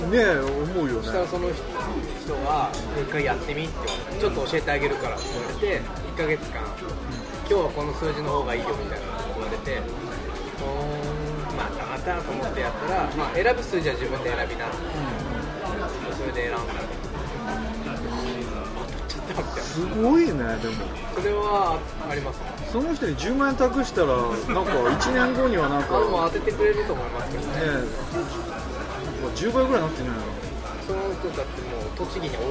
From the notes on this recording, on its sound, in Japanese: 喫茶店にて。ここのところメンバーのスケジュールが合わなくて外収録が多いおきらじ！です。今回はコーヒーの美味しい喫茶店…！